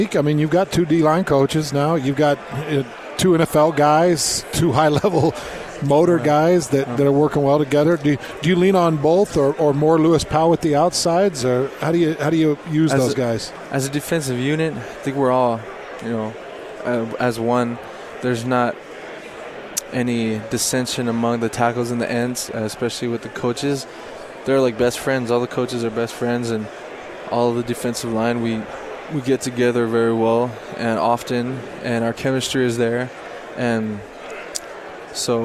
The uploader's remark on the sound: Live from Pac-12 Media Day.